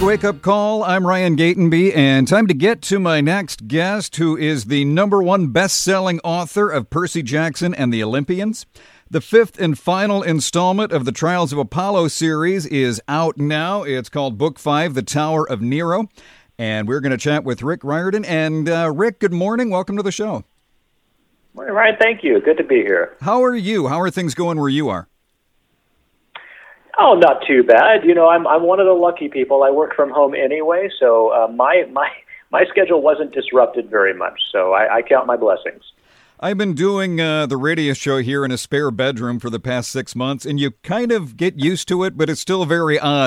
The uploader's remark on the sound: called in for a chat